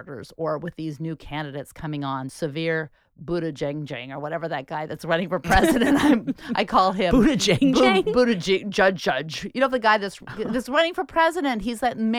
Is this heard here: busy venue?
no